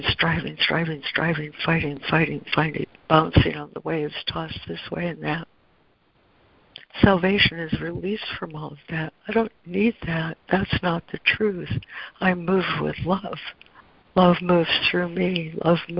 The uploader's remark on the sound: ACIM Daily Conference Call